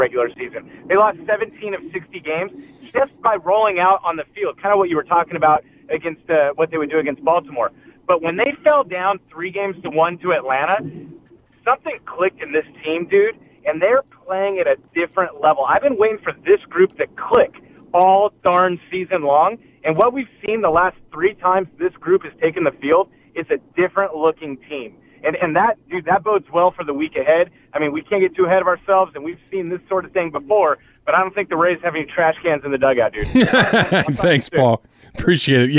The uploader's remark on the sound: called in live from Arlington, Texas